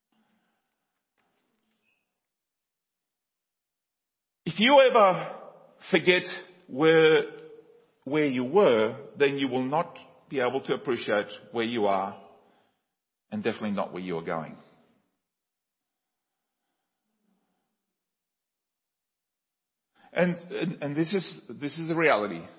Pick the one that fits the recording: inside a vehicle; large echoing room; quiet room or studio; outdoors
large echoing room